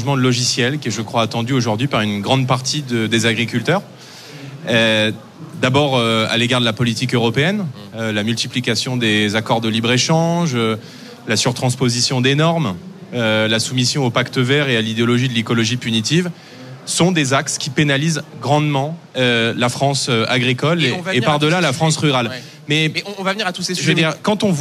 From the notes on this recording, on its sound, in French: en direct et en public